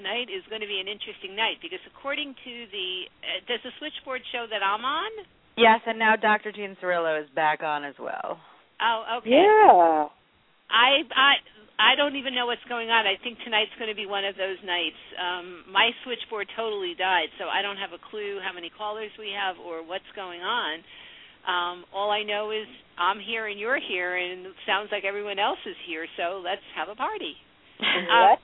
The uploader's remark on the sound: live call-in radio talk show